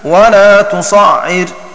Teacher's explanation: وقرأ نافع وحمزة والكسائي وأبو عمرو ولا تصاعر بالمد أي بإثبات ألف بعد الصاد وتخفيف العين. وقرأ غيرهم بالقصر أي حذف الألف وتشديد العين